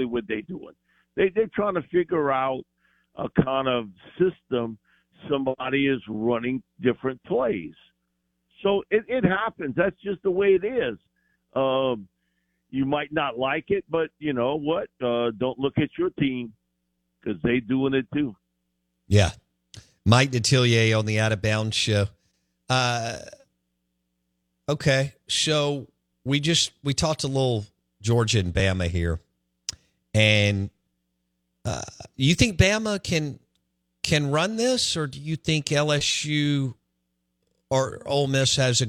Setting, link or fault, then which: link, phone line